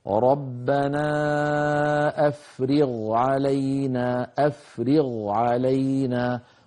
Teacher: لكن تفصيل هذا الكلام عند إمامنا الجزري أن جعل كما قلت منذ قليل مفتوح بعده ألف، مفتوح ليس بعده ألف، مضموم، ساكن، مكسور، فجعل للساكن مرتبة برأسها هي أعلى من المكسور وأقل بقليل من المضموم. فعلى مذهب الجزري رحمه الله ننطق هذه الكلمة بشيء من التفخيم البين، نقول: ربنا أفرغ علينا، أفرغ علينا.